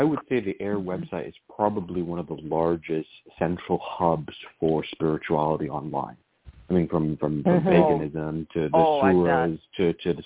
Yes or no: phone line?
yes